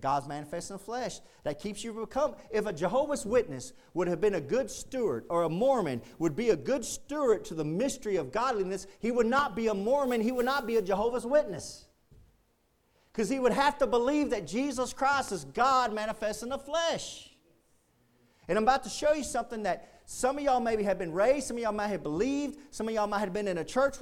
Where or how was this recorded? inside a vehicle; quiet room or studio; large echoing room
large echoing room